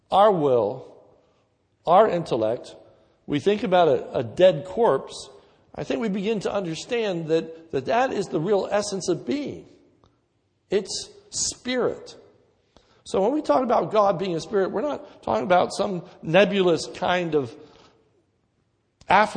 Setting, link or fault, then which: setting, large echoing room